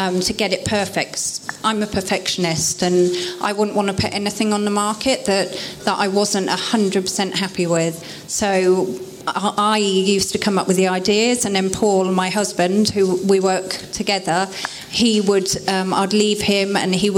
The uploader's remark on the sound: This bonus episode was recorded at the Business In Food Topic Talks with by CHLOE.